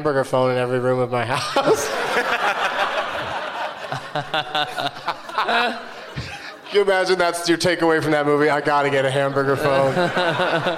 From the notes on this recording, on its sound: Live from the Gramercy Theatre in New York City